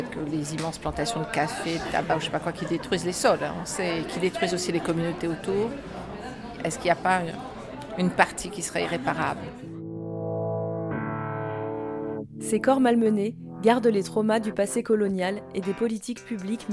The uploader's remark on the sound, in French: la diffusion de la quasi intégralité de la conférence